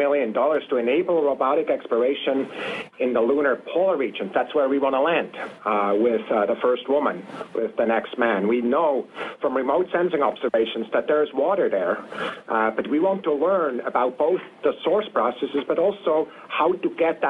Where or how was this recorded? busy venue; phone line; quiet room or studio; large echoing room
phone line